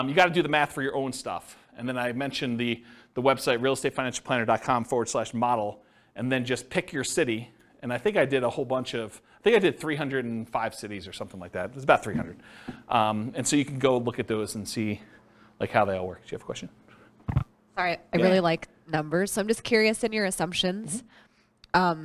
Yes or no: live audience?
yes